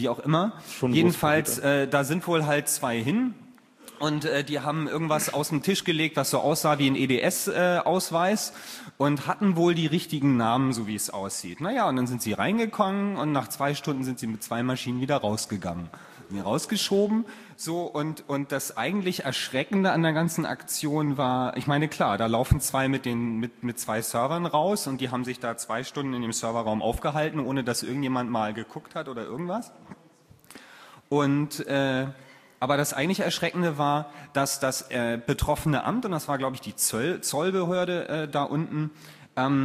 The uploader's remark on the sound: Moderated Audience Discussion